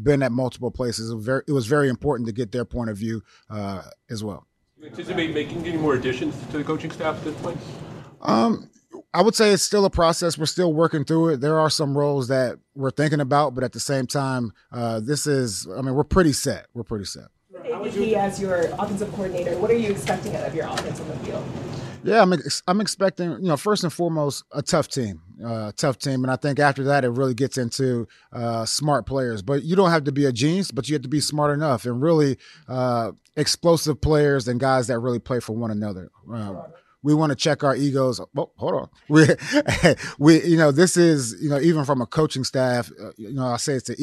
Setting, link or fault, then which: setting, busy venue